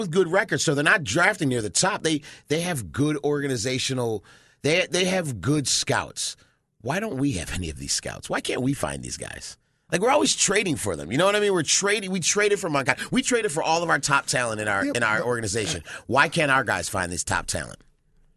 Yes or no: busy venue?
no